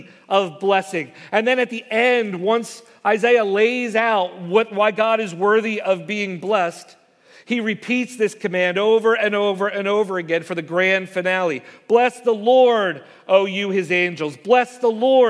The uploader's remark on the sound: Message Preached at Valley Creek Church